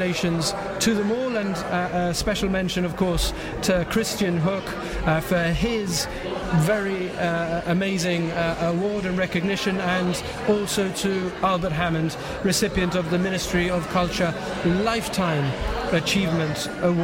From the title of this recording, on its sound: On Location from the Convent Christmas Fair